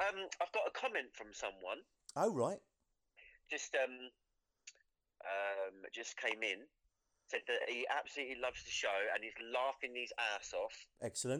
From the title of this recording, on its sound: phone in!